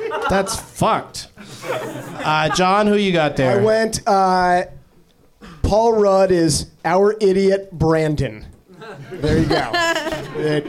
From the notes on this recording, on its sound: Live from the NerdMelt Showroom in LA